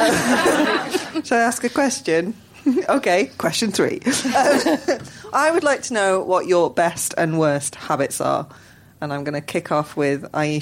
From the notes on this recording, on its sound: We recorded this in front of a live audience at King’s Place in London.